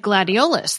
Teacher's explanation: Gladiolus indeed is a schwa at the end